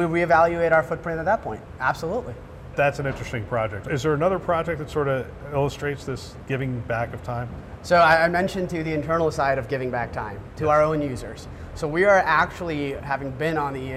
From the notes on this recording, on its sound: Interview in Action live from CHIME’s Fall Forum.